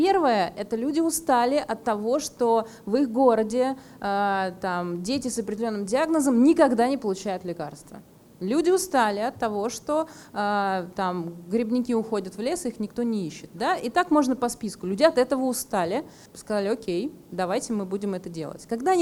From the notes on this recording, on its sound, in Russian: Подкаст записан на открытии четвертого сезона в Благосфере.